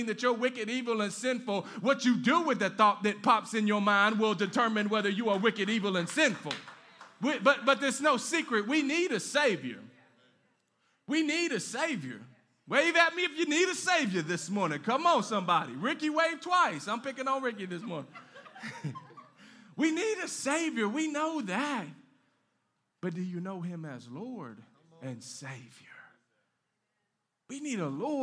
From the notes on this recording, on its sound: Live from Canvas Community Shelbyville Church.